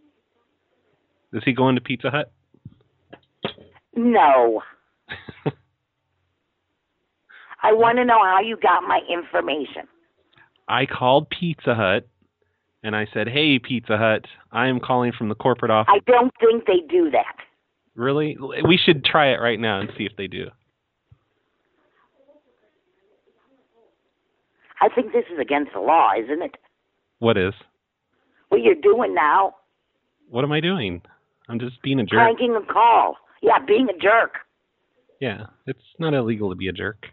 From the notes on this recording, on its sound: Prank Phone Calls